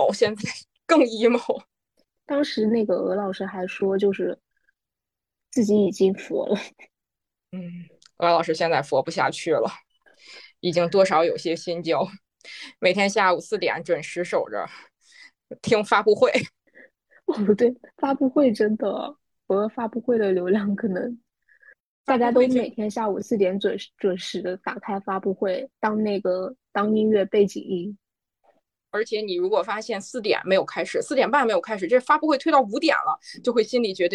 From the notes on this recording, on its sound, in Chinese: 这一期的早日退休播客是我们第二次线上录制，在居家办公的第三周。